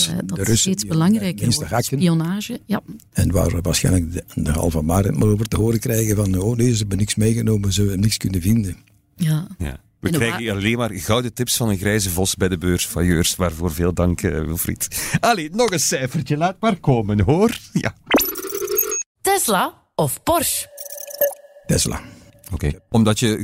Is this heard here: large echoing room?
no